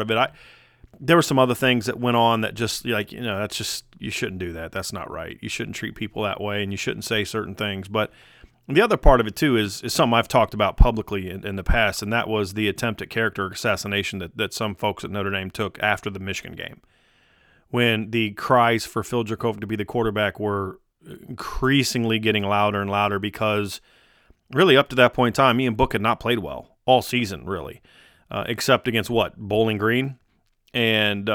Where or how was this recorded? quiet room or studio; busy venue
quiet room or studio